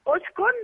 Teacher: الكاف عليها ضمه. يبقى ابدا بهمزه مضمومه. مضمومه يبقى اقول اسكن.